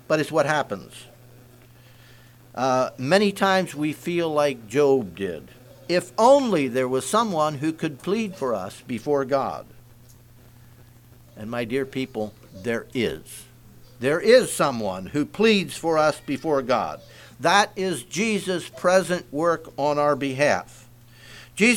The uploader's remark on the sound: Message preached at Word Of Hope